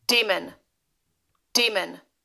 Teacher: it is pronounced demon, D with a long E, M, and then a schwa, which is an up, up, upside down E, N.